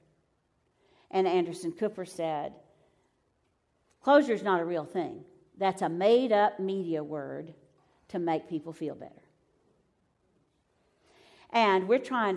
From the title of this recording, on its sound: Live from Pepperdine